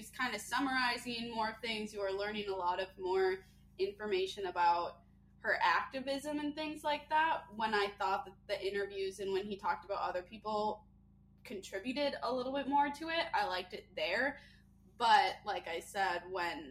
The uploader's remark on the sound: Will continue to apologize for the audio as we used a new software and to no fault of our own, didn't practice first